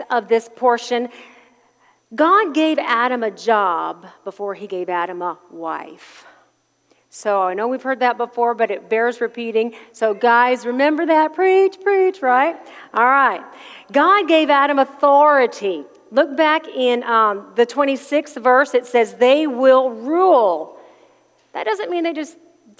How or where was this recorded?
large echoing room